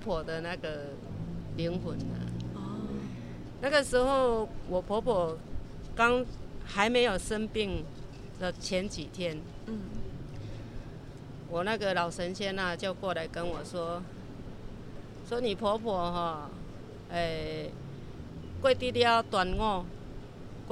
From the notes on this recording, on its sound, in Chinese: 我們到了殯葬管理處現場，聽著阿姨分享在行業中遇到的點點滴滴，一旁不時有救護車及棺木經過